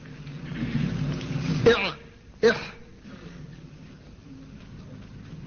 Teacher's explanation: ثم لوسطه فعين حاء، وسط الحلق تخرج منه العين والحاء